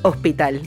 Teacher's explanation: Our storyteller is from Puerto Rico, so you'll hear that the S is often aspirated. You'll hear an H sound rather than the typical S sound. So some words like hospital will sound like hospital.